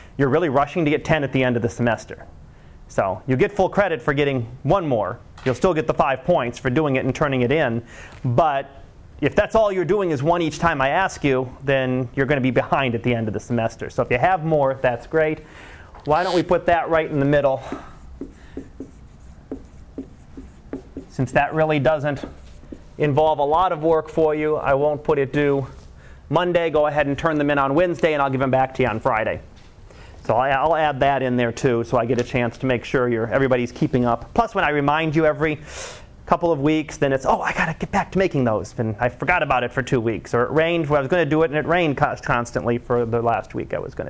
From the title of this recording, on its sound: Live Class Lecture